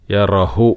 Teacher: യറ കഴിഞ്ഞിട്ട് ചെറിയ ഒരു ശ്വാസം പുറത്തേക്ക് വിടുക, കാറ്റ്